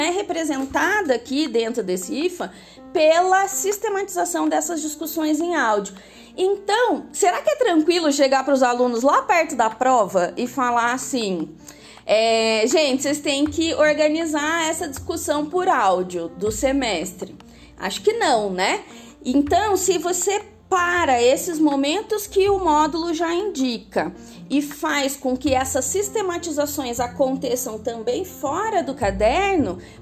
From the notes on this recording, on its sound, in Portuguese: Aplicativos: anchor e canva (versões gratuitas). Gravado do celular (Redmi Note 8 PRO – sem microfone).